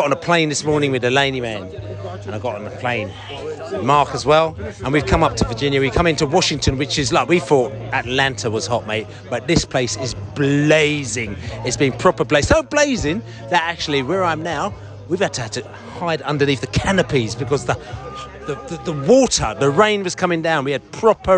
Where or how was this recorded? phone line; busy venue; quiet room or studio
busy venue